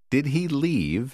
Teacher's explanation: Hãy lưu ý cách lên giọng ngữ điệu ở cuối câu hỏi.